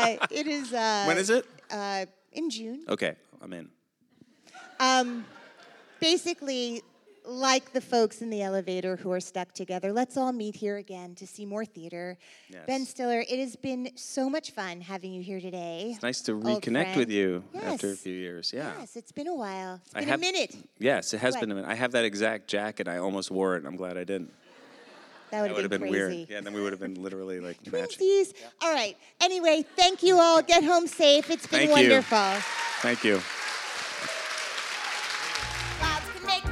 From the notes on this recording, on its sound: On stage in front of a live audience at The Atlantic Theater as part of her live podcast series.